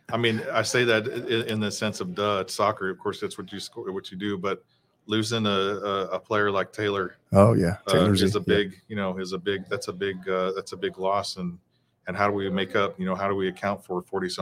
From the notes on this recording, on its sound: We're LIVE from beautiful Moody Gardens in Galveston, TX at the 2022 TASCO Texas High School Coaches Convention.